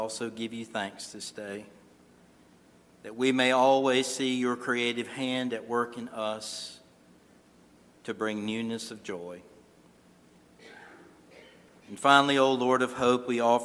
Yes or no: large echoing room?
yes